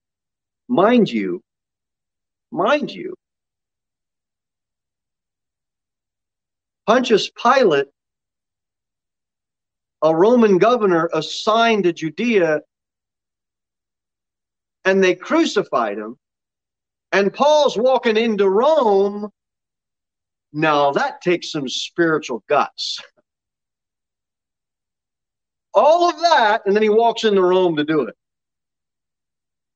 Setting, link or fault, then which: setting, large echoing room